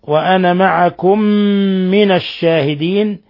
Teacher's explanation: ميم ساكنة جاء بعدها ميم متحركة، أدغمت الميم الأولى في الميم الثانية، وهو ما يسمى بإضغام المثلين الصغير.